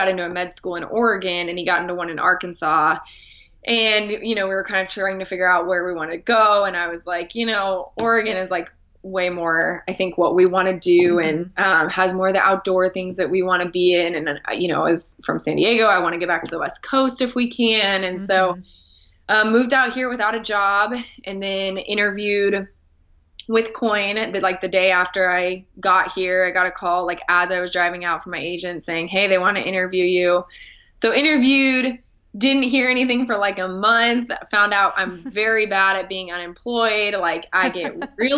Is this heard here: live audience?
no